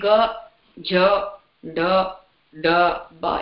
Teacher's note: these are voiced, which means it is not muted and there is no aspiration. It is all unaspirated.